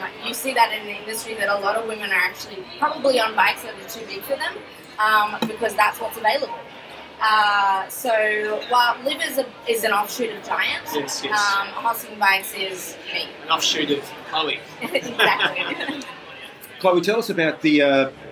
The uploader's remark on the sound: We're live from Hilton Adelaide again for Stage 4 of the Tour Down Under.